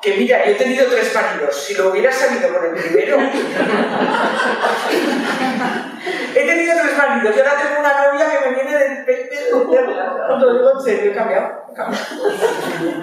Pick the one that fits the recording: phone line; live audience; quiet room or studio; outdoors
live audience